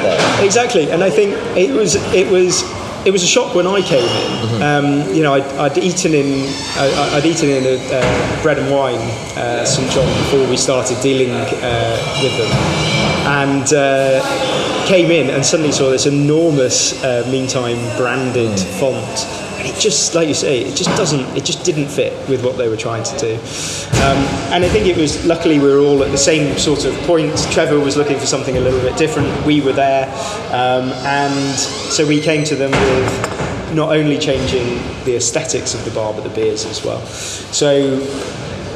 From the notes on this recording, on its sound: This episode was recorded in a working restaurant ahead of a busy service, so please bare with the background noise.